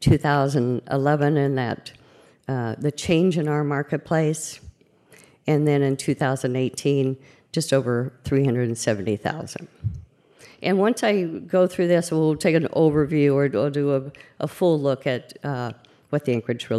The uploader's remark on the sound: At the Anchorage Museum. About Addressing Alaskans features local lectures and forums recorded at public events taking place in Southcentral Alaska.